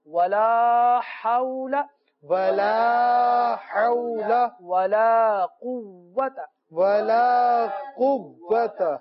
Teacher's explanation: ولا کو کھینچنا ہے، ولا حول نہیں پڑھنا